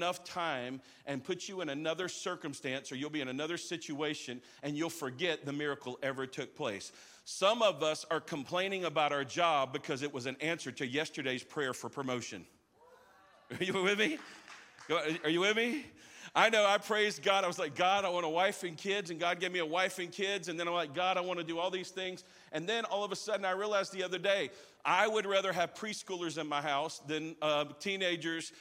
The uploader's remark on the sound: live from our 10am service at our Alpharetta campus on Sunday, December 17th!